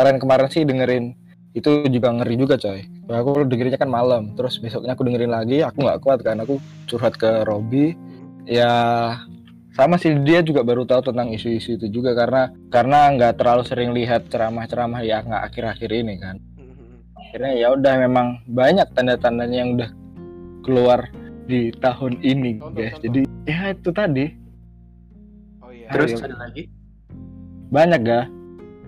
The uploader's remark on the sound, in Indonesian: Direkam di rumah masing - masing menggunakan aplikasi Discord.